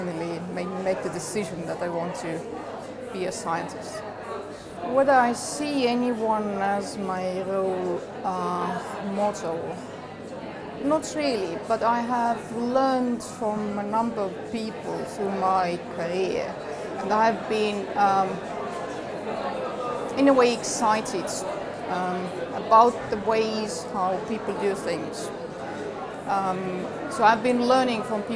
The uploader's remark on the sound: Recorded at the 38th New Phytologist Symposium: Colonization of the terrestrial environment, by Leeds Media.